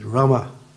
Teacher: the A is a guttural, you say, Rama. You pull it in, it's not like Rama or Krishna.